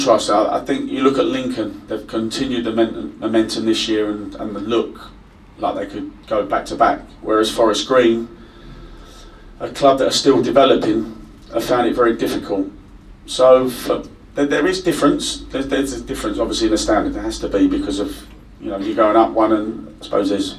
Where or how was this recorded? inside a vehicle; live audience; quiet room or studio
live audience